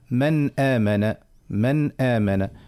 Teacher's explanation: ما نعطيوش غنة زايدة، ما نعملش حتى شيء، تقعد الغنة الأصلية اللي في أصل النون وفقط · Term: بالإظهار